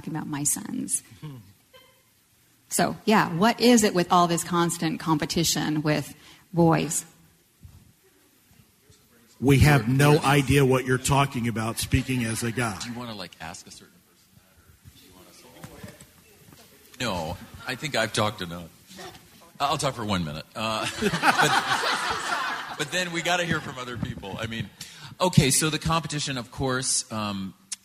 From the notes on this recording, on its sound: A live panel recording of Professionals and Community Leaders.